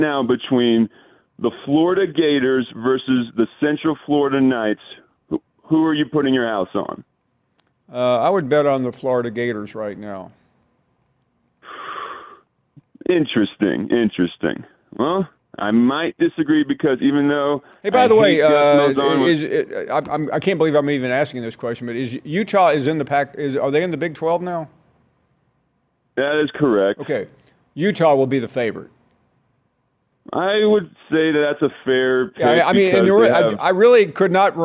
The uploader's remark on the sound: We head to the phone and get to some of your phone calls.